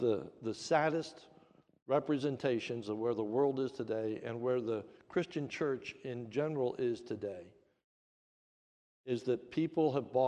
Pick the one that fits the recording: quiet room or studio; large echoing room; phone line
large echoing room